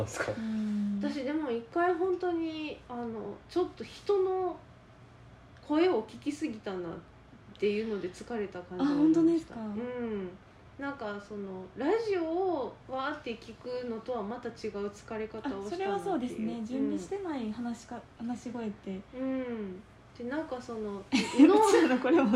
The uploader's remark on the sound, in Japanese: この音声配信を始めたきっかけで、ちゃんと耳鼻科通おうと思えました。もう鼻のすすり音からは卒業したい。音量とか雑音とかお聞き苦しい点があれば。